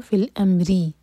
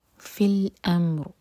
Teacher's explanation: continue کریں گے تو فی الامری اگر کسرہ ادا کریں گے تو را باریک ہوگا رکیں گے تو را ساکن ہیوی ہوگا